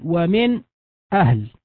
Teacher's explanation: ويمكن أن تقرأ بالسكت على النون